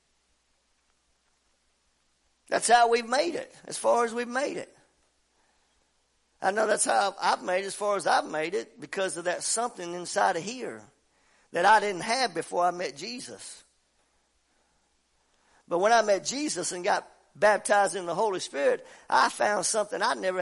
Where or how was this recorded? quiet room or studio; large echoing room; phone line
large echoing room